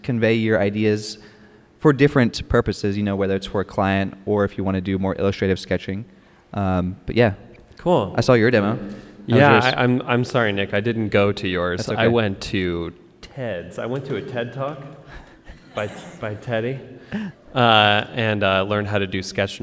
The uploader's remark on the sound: We are live at Purdue this week. We answer questions from several members of the audience.